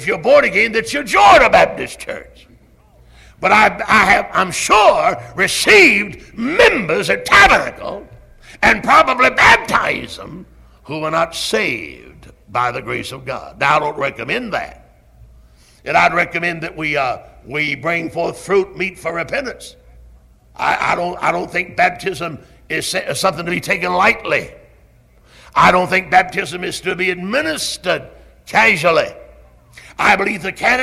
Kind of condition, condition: setting, large echoing room